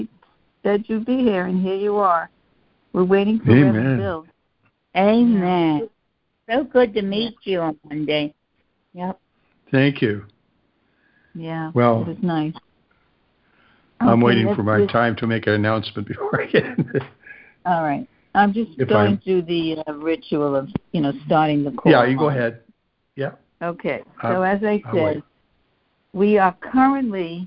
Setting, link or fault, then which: link, phone line